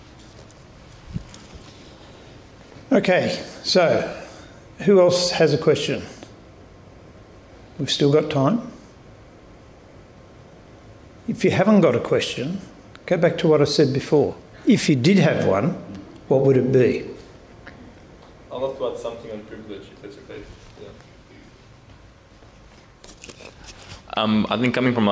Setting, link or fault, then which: setting, live audience